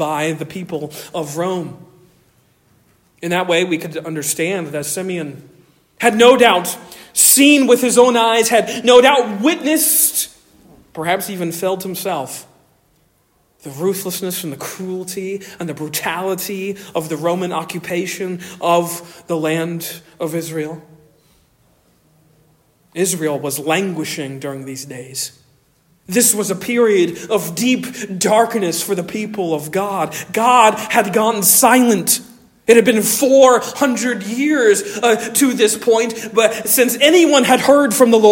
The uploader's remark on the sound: Originally delivered on 10 December 2023 at Stonington Baptist Church, Paxinos, PA